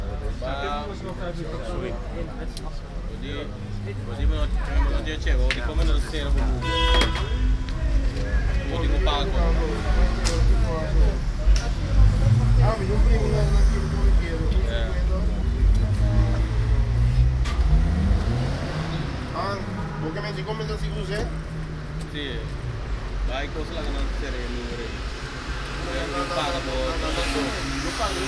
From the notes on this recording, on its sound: A walk through the city. Recordings made with a Zoom H2 with extra SP-TFB-2 binaural microphones during the Queensnight ('Koninginnenach') in The Hague. Sounds from my roof terrace, the corridor, an ATM and cafe's at de Grote markt.